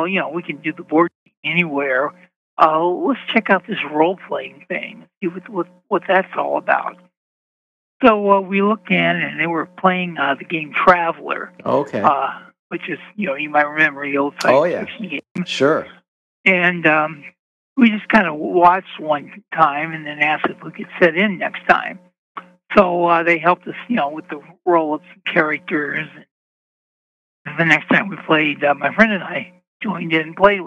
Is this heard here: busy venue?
no